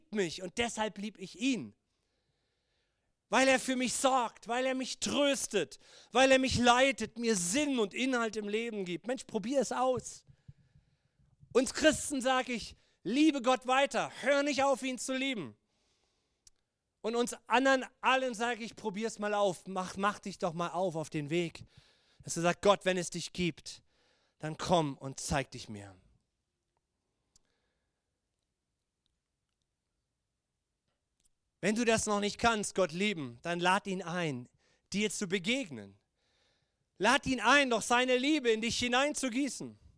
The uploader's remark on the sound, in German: Gottesdienst Predigt